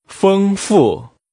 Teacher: Using high level and falling tones, say abundant.